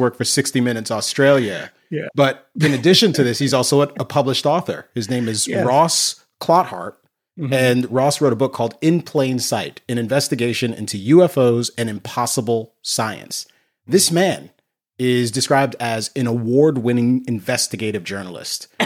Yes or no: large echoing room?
no